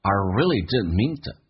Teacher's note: didn't 在加速的时候呢， DN 组合可以 D 不发音，第二个 D 不发音变成一个气流阻塞，表示它空间的存在